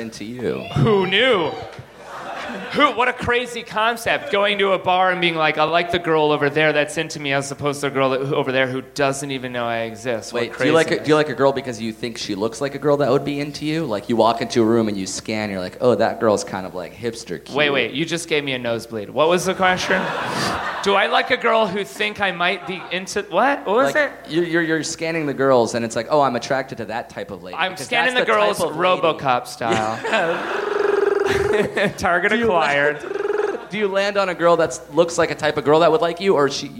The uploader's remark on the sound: Live from Montreal!